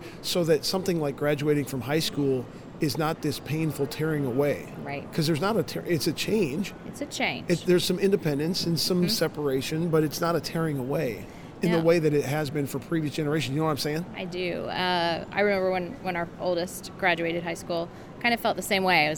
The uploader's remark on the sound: LIVE from CPE 2022!